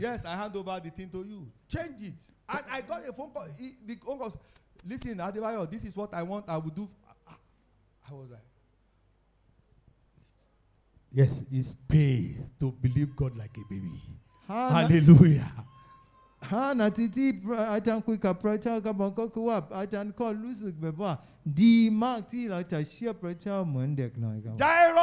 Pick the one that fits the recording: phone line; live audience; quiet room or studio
live audience